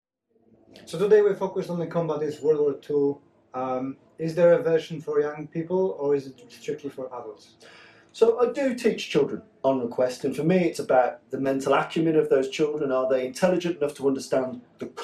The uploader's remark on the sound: Short interview. Recorded during Fight Like Your Grandad Seminar.